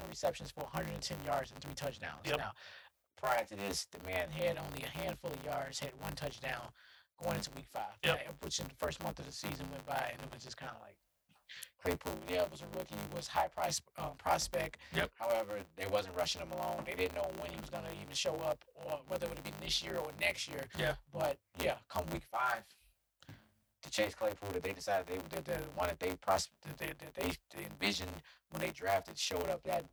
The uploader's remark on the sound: We apologize for the audio towards the end of the episode.